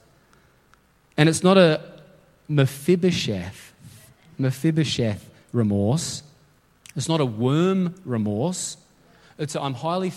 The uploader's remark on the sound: LIVE at Echo Church.